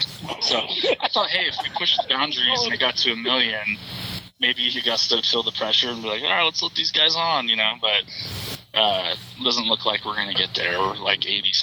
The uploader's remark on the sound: hopped on the phone